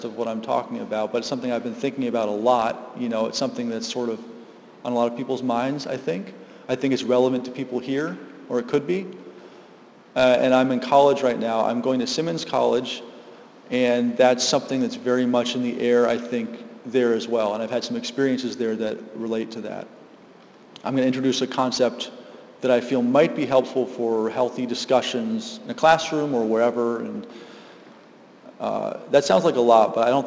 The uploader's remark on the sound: Live from GLSEN South Hadley